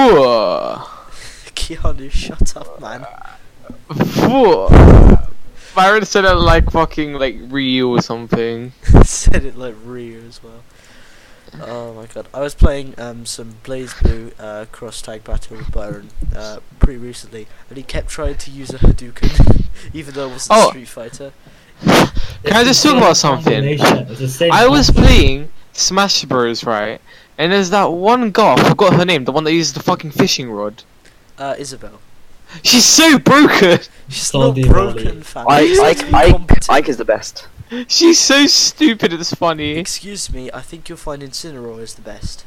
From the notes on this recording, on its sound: it might have made the audio quality somehow worse